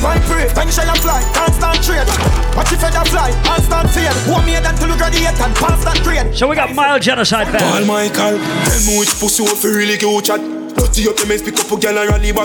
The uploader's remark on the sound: LIVE AUDIO. A recording of my set at Island Saturdays on Jan 20th.